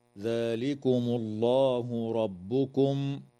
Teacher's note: تفخم اللام في اسم الله لوقوعها بعد ضمة